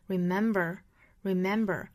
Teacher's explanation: 那美式发法我们注意要卷舌的